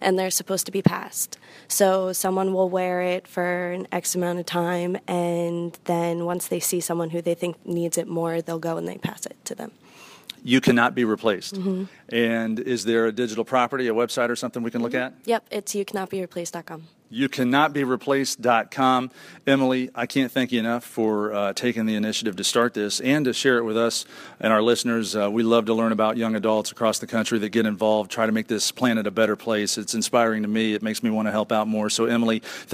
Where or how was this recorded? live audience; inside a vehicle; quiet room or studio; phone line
live audience